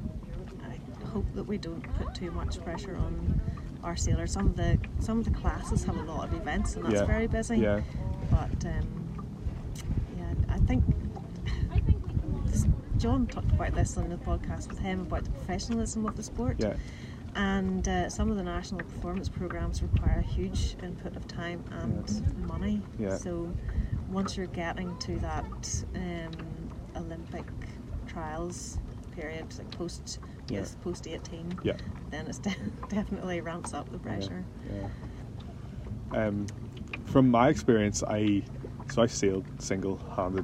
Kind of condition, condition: fault, sounds in the background